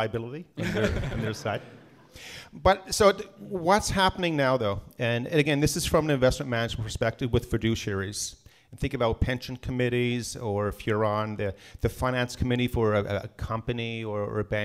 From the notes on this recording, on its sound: This episode was recorded live in Vancouver!